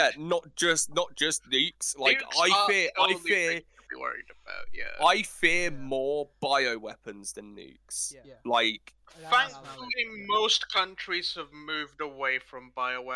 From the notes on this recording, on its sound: Apologies for the echo